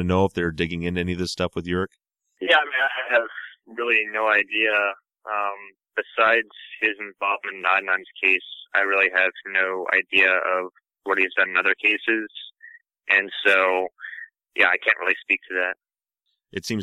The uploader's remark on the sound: spends an hour on the phone